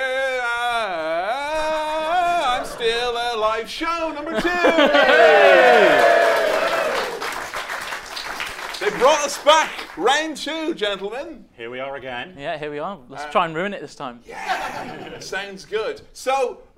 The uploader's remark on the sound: LIVE at the London Podcast Festival 2018 in front of a sold out crowd.